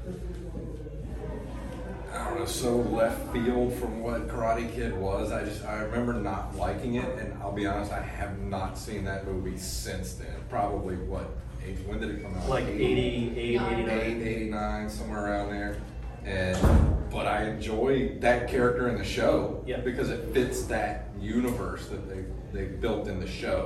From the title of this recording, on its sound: Pensacon 2023 Panel